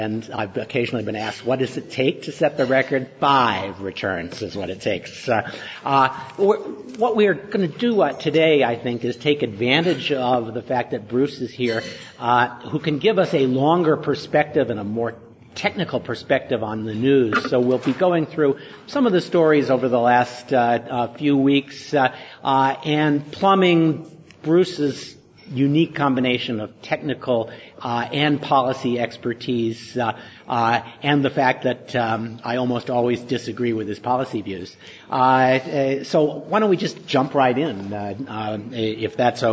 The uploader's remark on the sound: at a live recording of the podcast at IAPP’s Privacy